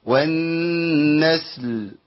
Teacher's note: اللام لما يكون متطرفه في اخر الكلمه موقوف عليها وقبلها ساكن بيبقى في ثقل شويه، فاحنا محتاجين نبين اللام.